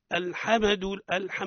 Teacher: الصواب هو الحاء، قولوا الحمد الحمد. ويقع الخطأ في الميم من أوجه قلقلتها، عند الكثير يقول الحمد الحم، ما هيش الحمى مش على كيفك.